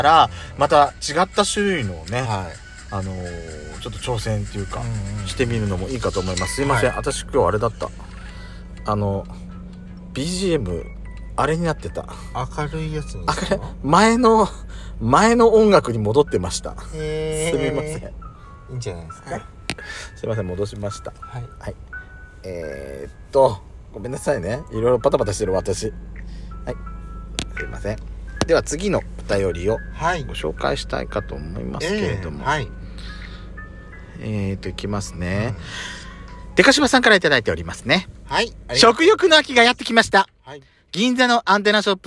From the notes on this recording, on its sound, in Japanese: From Radiotalk。2人組。パーキング収録。